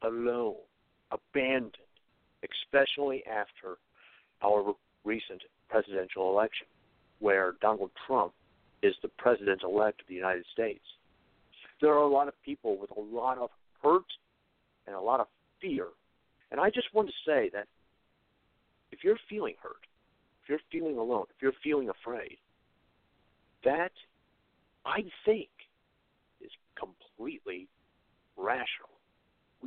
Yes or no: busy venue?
no